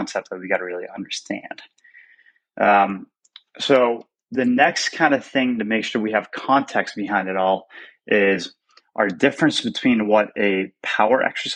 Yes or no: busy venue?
no